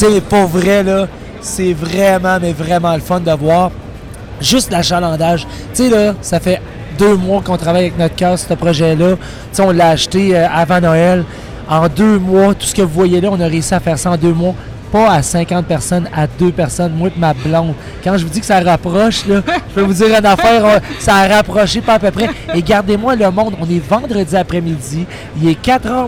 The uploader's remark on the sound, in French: Show du 7 avril en direct du Salon Auto Sport de Québec!